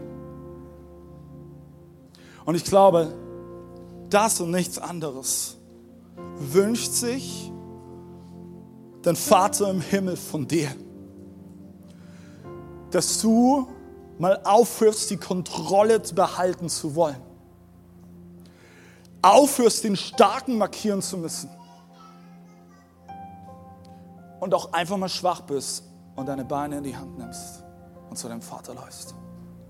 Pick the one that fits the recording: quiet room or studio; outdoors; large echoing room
large echoing room